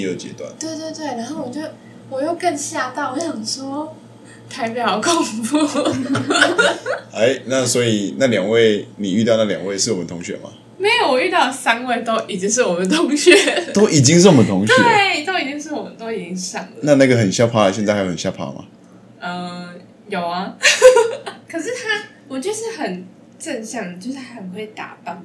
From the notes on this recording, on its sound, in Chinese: 第一次錄音，音量控制不佳還請見諒